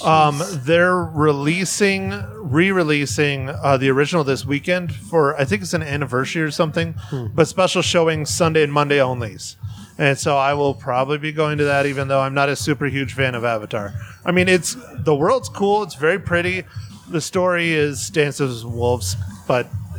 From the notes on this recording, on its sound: Recorded at The Raven Café, Prescott, AZ under the stairs where the cool people hang out. Recorded at The Raven Café, Prescott, AZ under the stairs where the cool people hang out.